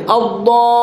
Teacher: تشديدها، نبر اللام، نبر اللام حتى نبين تضعيفها، مو تقول مثقل مشددة كون تعطيها قوة.